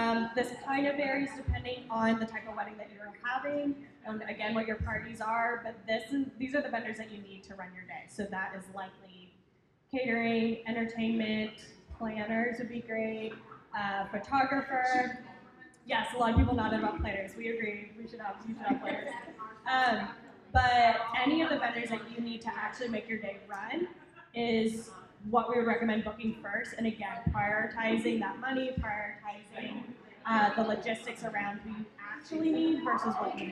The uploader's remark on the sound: LIVE recording hosted at the Gardens in the Gorge annual open house.